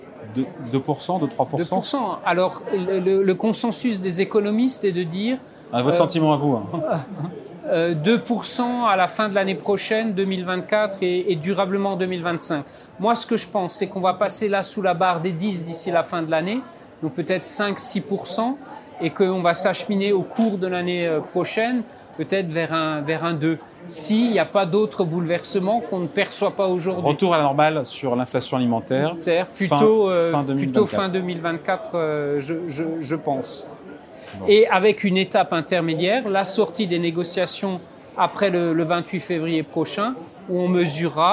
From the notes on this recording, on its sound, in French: L'émission Ecorama enregistrée lors de la REF du Medef le 28 août 2023 à l'Hippodrome de Longchamp.